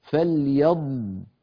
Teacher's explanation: ثم قال الله عز وجل فليضحكوا، دائما ننبه على الضاد الساكنة أنه صوتها هكذا، سمعتم الرخاوة والاستطالة، من الفم وليس من الأنف، لا ضغط على الخيشوم أبدا